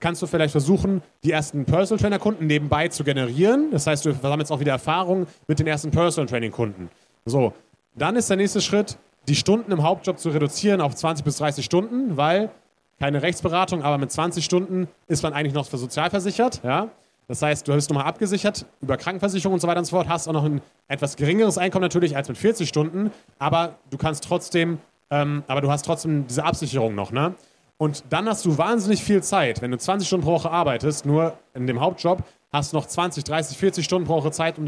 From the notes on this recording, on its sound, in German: Zum ersten Mal durften wir auf der FIBO 2023 einen Live-Podcast aufnehmen! Im FIBO Therapy & Training Forum.